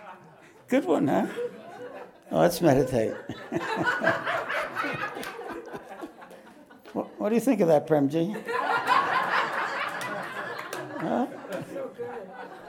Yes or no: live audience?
yes